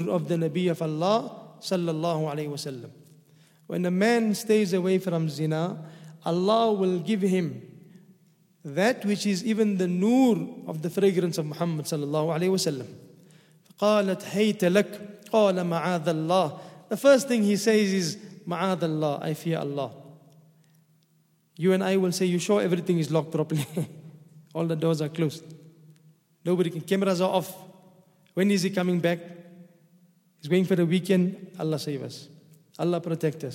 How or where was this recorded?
large echoing room